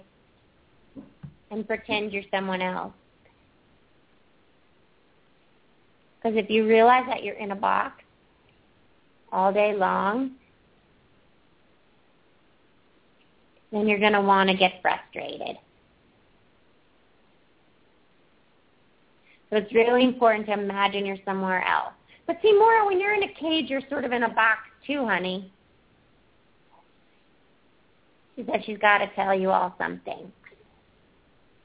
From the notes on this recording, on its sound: open up the lines for listeners to call